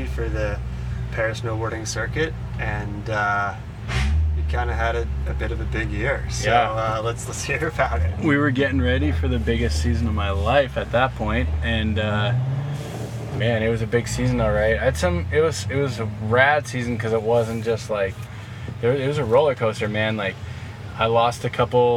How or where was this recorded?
outdoors